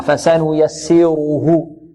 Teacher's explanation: السين مرققة والراء مفخمة